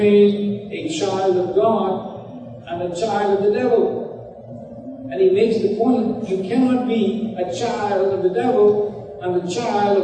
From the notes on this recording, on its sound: Note there are some Audio Issues with this recording